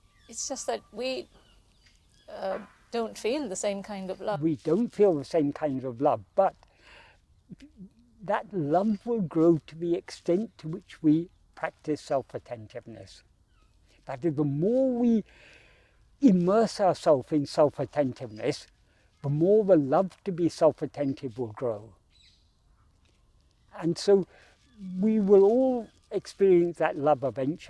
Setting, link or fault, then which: setting, outdoors